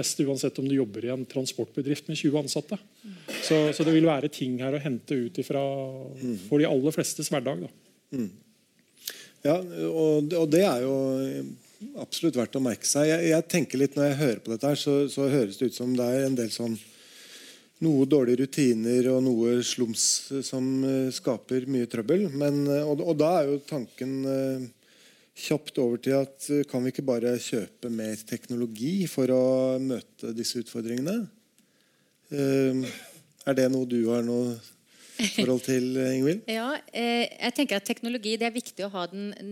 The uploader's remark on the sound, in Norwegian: Live fra regjeringskvartalet. Live fagprat fra lyttelunsj i regjeringskvartalet.